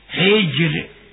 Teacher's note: فرقق الراء لأنها وقعت بعد كسر